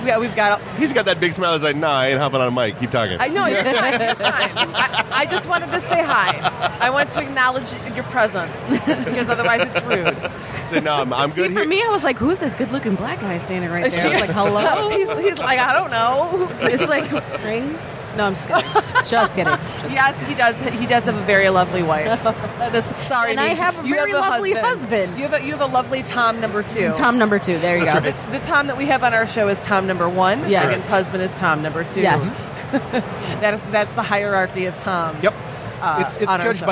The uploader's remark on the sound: Live from Motor City Comic Con